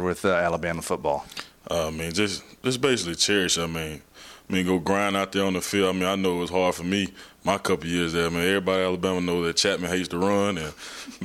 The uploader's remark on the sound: Live at the Triangle National Convention. We begin Live at the Triangle Fraternity Leadership School.